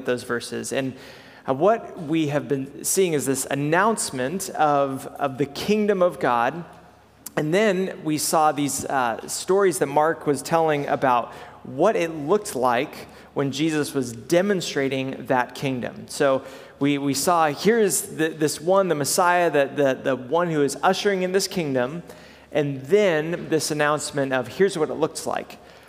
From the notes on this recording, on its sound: preached at Good Shepherd Oak Cliff